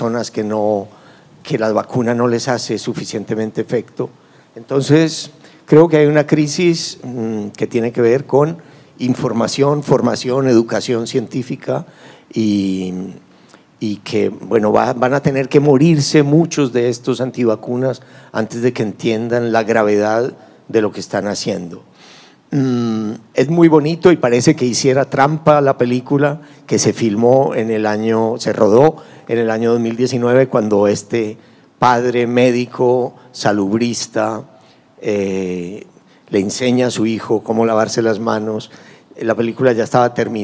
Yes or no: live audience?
yes